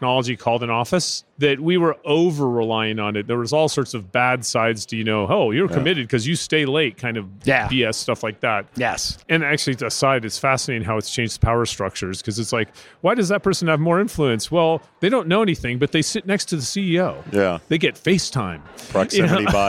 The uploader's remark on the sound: Live from UNLEASH America in Las Vegas